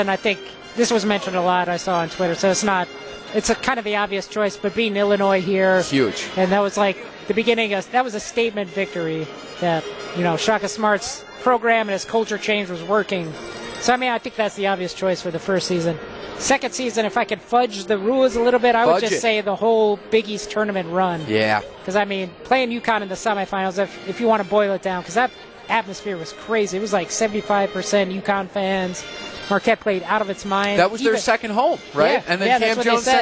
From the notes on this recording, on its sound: LIVE from Fiserv Forum